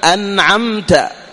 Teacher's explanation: انظر كيف النون ساكنة بعدها عين إظهار، ميم ساكنة بعدها تاء إظهار